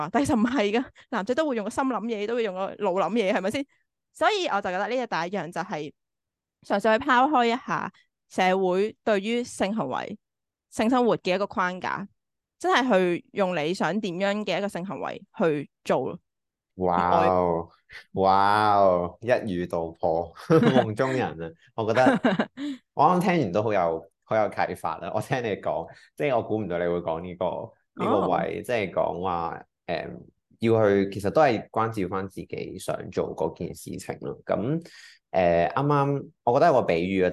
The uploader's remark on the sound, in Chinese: 形式：遙距 ZOOM。